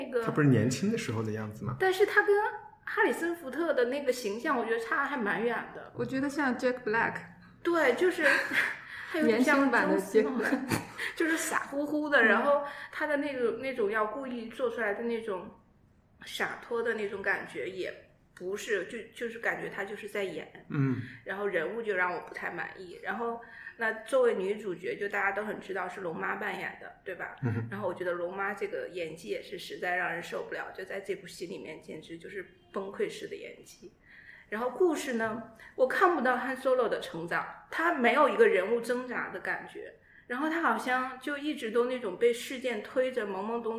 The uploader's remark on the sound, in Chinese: 这周节目是在一个比较大的办公室录音，可能回音感觉会比较强